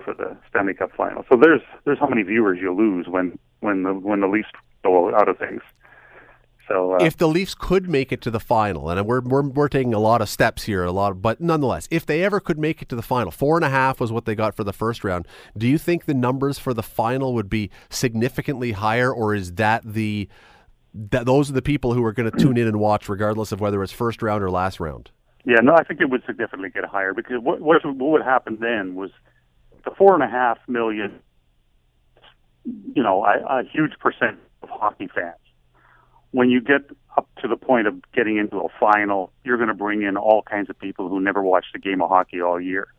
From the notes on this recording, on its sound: opens the phone lines